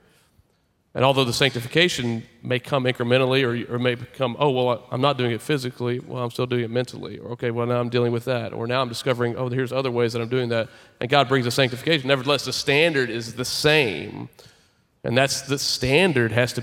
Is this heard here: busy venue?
yes